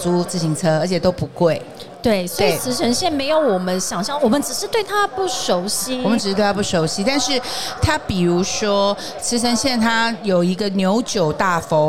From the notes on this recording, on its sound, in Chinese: 2022 Taipei Cycle台北國際自行車展-Live Podcast。